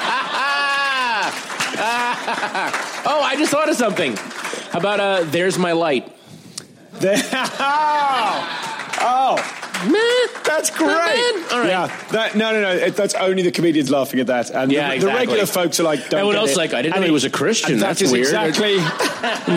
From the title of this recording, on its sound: Live at Just For Laughs, Montreal